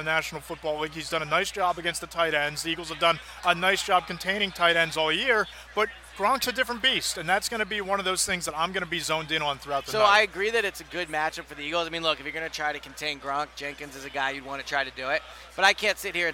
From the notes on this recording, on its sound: After a week of talking to all the experts on Radio Row. Once again recorded on Radio Row in Minneapolis.